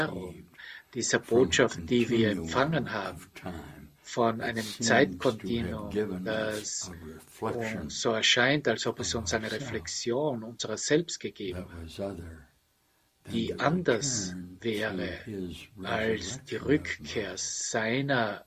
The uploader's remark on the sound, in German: Zoom-Session. Veranstaltet von der Aleph Akademie.